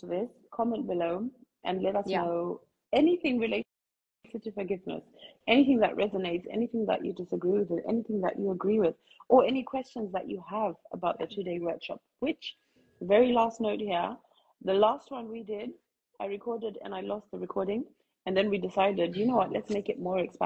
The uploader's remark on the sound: an Instagram Live